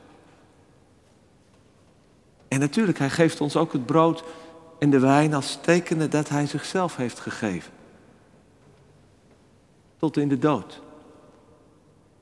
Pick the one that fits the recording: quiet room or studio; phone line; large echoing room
large echoing room